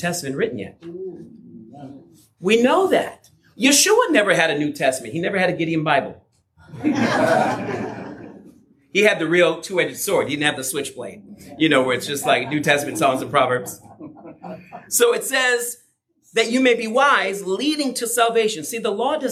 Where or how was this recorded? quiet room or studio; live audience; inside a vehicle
live audience